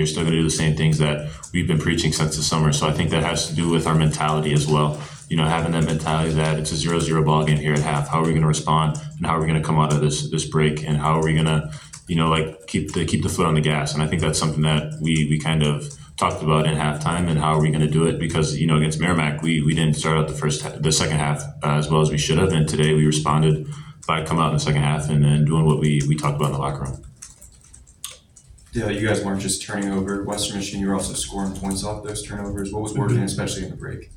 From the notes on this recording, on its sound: Uncut audio primarily from Ohio State press conferences, but also from individual interview sessions.